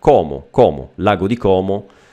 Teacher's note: Lo diciamo con una vocale più aperta.